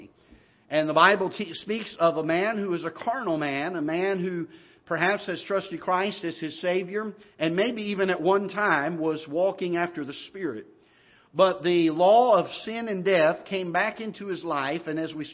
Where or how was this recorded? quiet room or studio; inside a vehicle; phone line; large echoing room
large echoing room